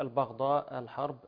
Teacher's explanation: نراعي ترقيق الباء والحاء